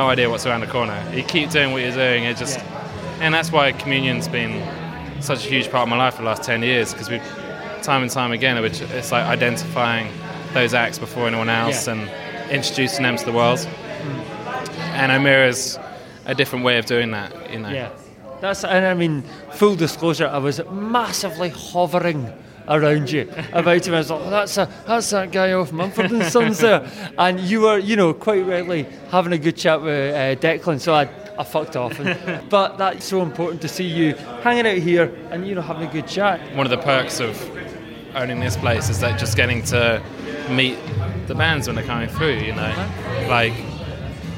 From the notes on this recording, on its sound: This episode comes to you recorded live from brand new South London venue Omeara, where DIY took over the place to launch our top picks for 2107.